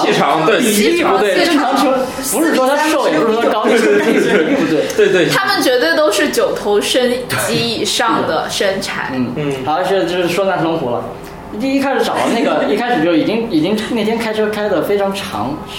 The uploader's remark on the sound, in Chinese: 本期节目为在张大妈办公区用录音笔录制，可能有街道上的杂音，请见谅。